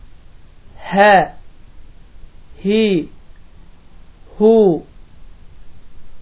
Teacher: Hansı ki, bu hərif incə hərfdir və bu hərfin məxrəci boğazın sonudur. Və bu hərf əda olunduğu zaman heç bir boğazda sıxıntı baş vermir. · Term: hə hərfi